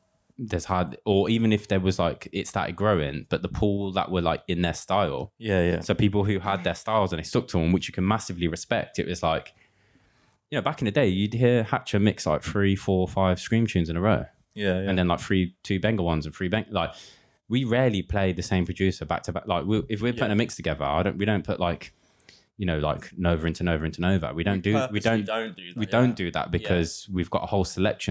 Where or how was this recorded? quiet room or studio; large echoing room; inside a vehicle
quiet room or studio